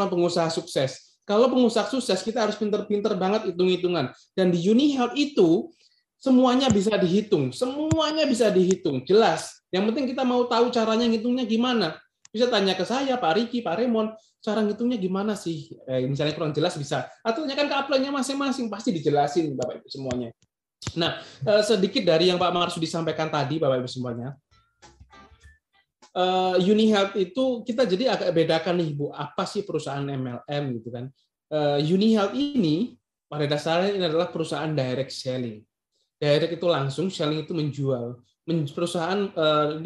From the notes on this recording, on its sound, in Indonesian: Podcast ini adalah hasil rekaman webinar